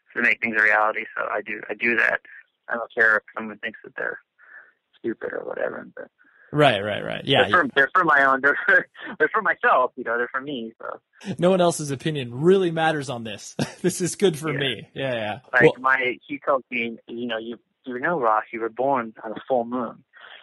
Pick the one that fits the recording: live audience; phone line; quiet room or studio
phone line